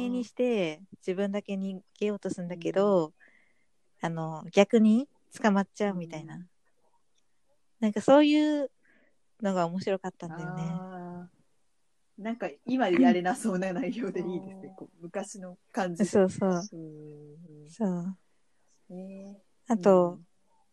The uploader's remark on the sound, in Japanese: リモート収録のせいか、3人が一気に喋ってグチャグチャ〜っとなっており、かなり聴き取り辛いです。